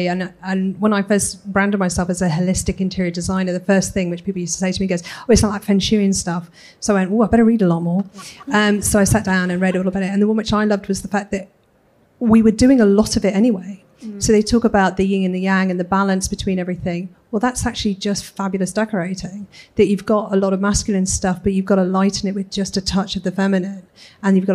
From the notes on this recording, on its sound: Recorded in front of a live audience at Decorex 2019.